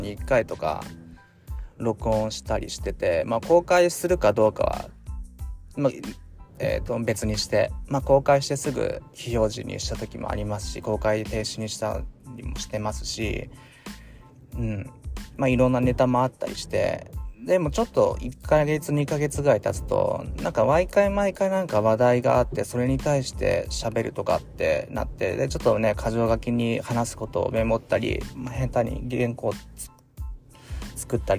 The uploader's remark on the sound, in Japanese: 仕事でミスり上司に叱られた直後に社用車の中からスマホ直取りでテンション下げ下げのまま録音しました。